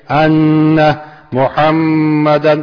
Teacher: غنے کی وجہ سے ایک الف کے بقدر تھوڑی دیر لگتی ہے · Term: غنہ